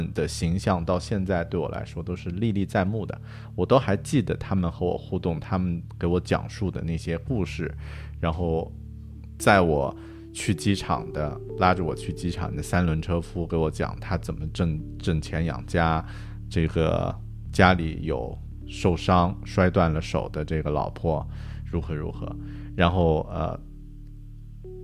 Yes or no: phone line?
no